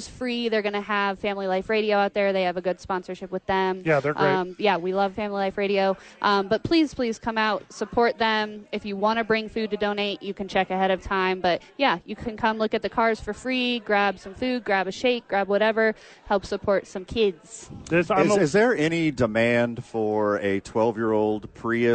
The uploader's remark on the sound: Live from HOWIES SPORTS PAGE. They are live from there today for their two fantasy football drafts.